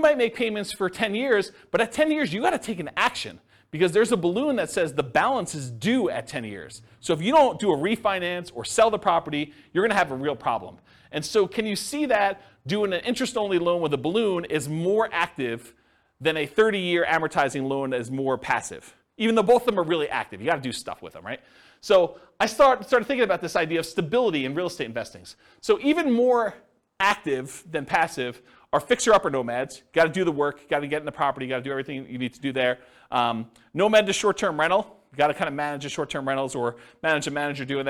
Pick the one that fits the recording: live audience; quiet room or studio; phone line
live audience